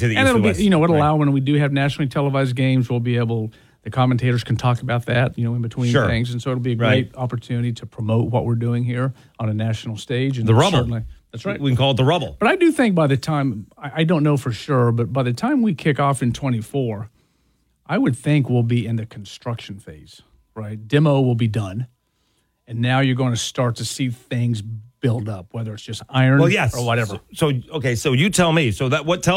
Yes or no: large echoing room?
no